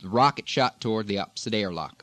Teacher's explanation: It's more of the ah, ah, ah of the Eastern non-regional than it is the very, very rounded New England sound · Term: short O